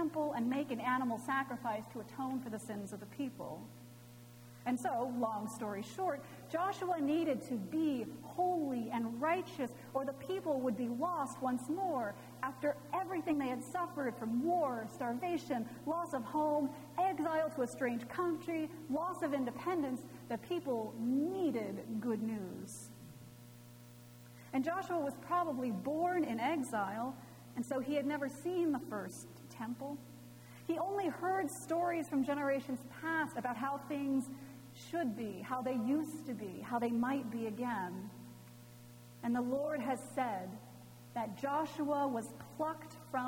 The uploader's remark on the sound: Recorded Feb 18, 2018 at Trinity Presbyterian Church in Bixby, Okla.